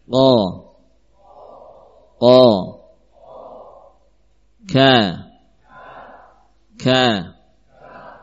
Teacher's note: Pertama huruf qaf. Kedua huruf kaf. Ini keduanya dari pangkal lisan.